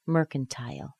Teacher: Tile is a secondary stress. Merc is the primary stress, but the secondary stress also has a nice strong T sound.